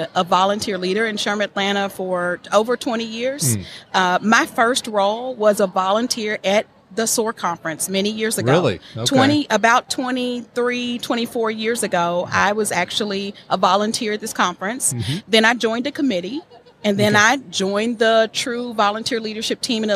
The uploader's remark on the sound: LIVE from SOAHR 2023